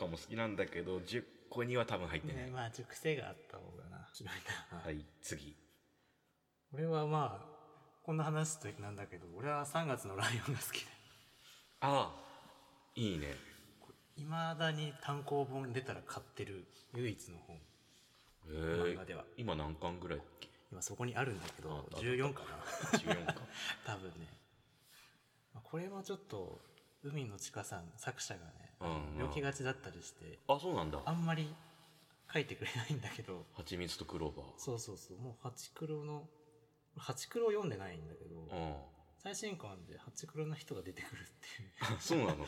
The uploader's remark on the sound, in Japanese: 全編エコーがかかっていますが